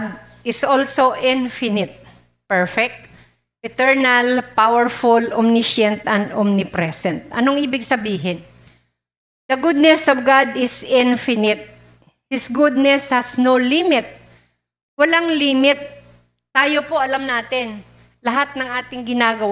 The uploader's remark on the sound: Recorded live at The Shepherd Of Faith Family Church on January 2, 2022.